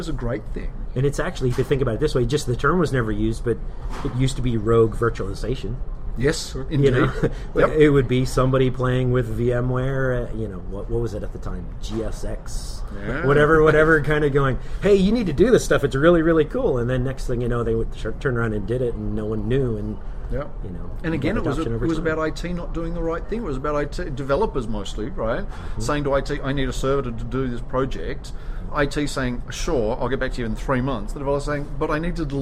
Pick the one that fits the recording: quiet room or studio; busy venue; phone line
busy venue